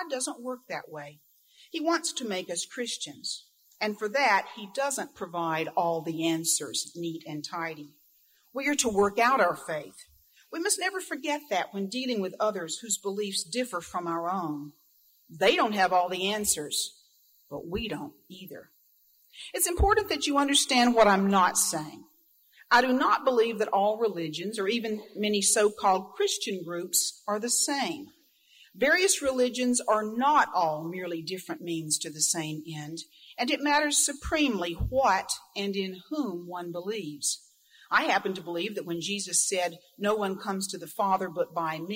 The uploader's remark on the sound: Recording of Grove City College's Chapel service. This audio interview was conducted by Grove City College Archivist.